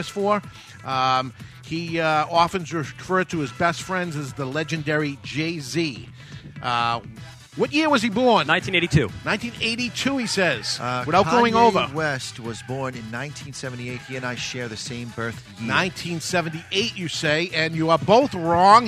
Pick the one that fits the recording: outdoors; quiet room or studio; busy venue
busy venue